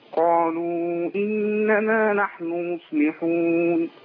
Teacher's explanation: ممتاز، بس عايزين نقول قالوا، ما قولش قالوا، ما فخمش اللام لأن اللام عندي هنا حرف إيه؟ مرقق